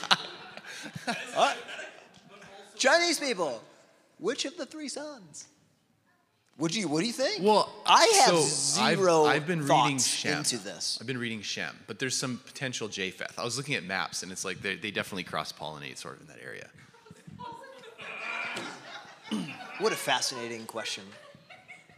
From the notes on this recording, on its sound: In this episode, we have the recording of today's Pastor's Q&A, where our pastors fielded questions from our church.